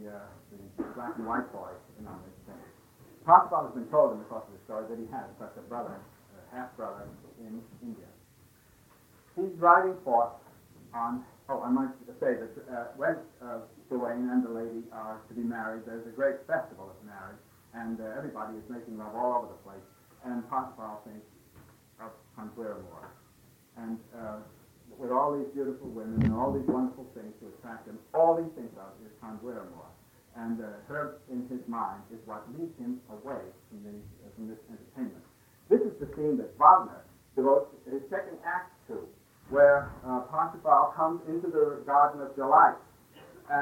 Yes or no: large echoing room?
yes